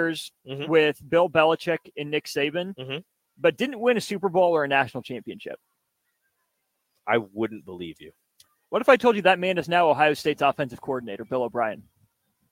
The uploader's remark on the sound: LIVE from CHI Health Center